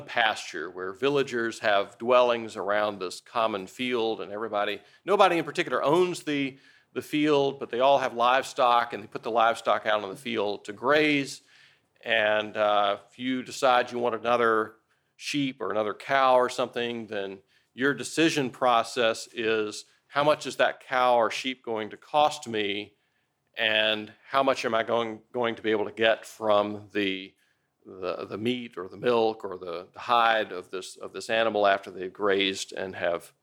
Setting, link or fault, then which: setting, large echoing room